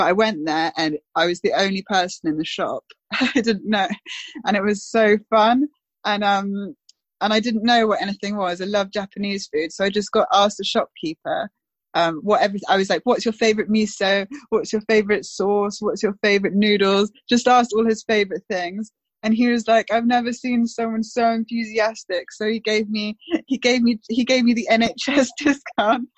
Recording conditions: video call